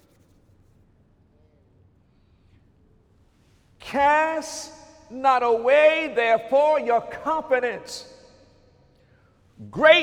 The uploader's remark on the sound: During Sunday morning service on October 8, 2019